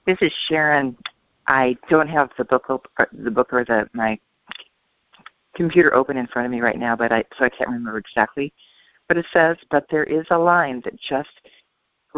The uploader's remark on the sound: ACIM Daily TEXT Conference Call.